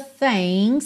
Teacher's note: G de things não é pronunciado